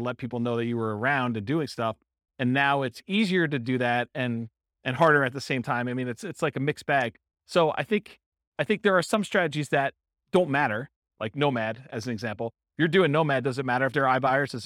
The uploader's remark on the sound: Real estate entrepreneurs in Greeley, Colorado. This was a live class recorded.